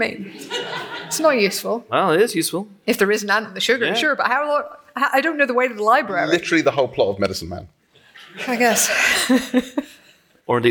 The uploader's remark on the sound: We once again staged a live show at Kings Place, London. Took to the stage in front of a packed crowd of loyal listeners.